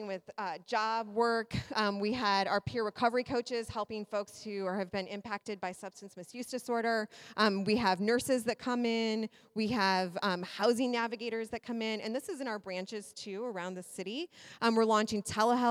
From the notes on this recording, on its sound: Live at the Library. Live Episode.